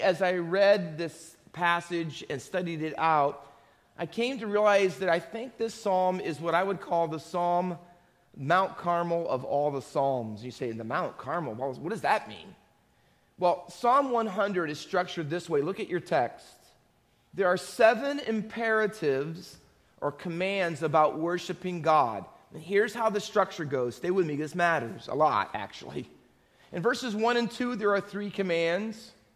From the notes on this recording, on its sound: Faith Baptist Church in Hamilton, NJ.